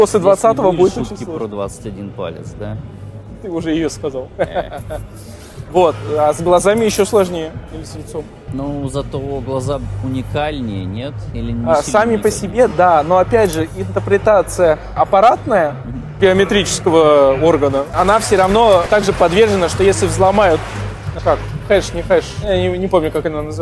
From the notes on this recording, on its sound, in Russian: Почему у нас опять странный звук на фоне.